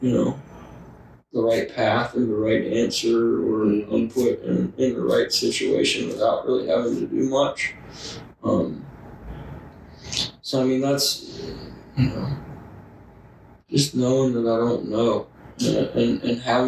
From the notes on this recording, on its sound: We did experience microphone issues during the recording, so the quality is lower than usual.